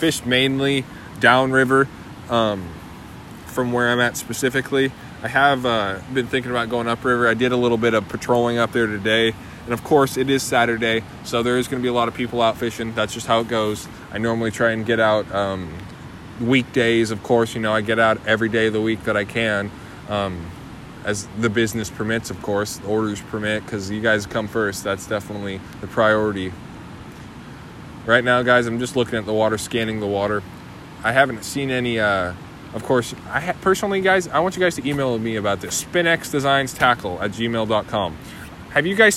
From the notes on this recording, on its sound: I was also on the river recording this, as you may be able to hear in the background.